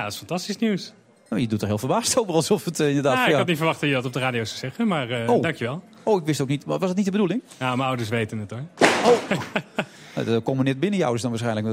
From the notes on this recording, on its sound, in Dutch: vanuit de Skylounge van het Double Tree by Hilton Hotel in Amsterdam.